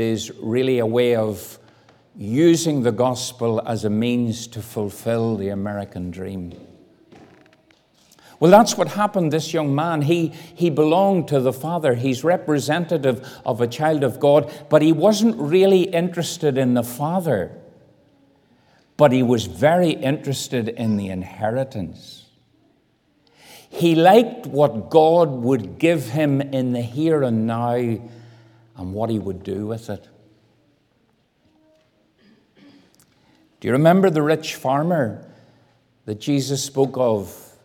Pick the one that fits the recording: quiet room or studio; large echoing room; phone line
large echoing room